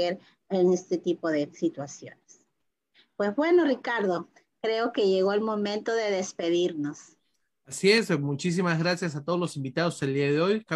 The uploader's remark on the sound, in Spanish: por Zoom y Facebook en vivo